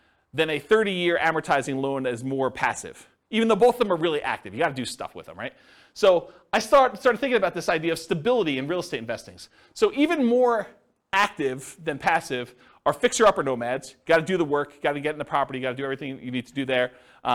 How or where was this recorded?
live audience